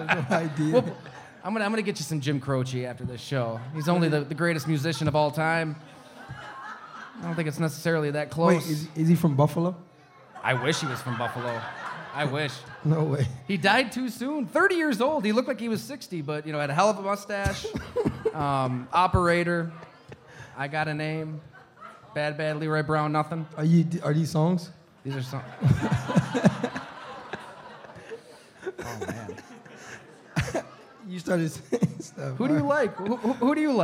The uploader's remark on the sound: live from Mister’s Bar & Lanes in East Aurora, N.